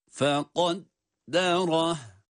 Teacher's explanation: Sondaki ha'lar sakin okunduğu için uzatılmıyor.